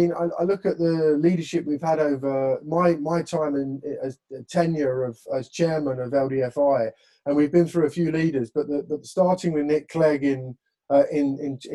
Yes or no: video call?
yes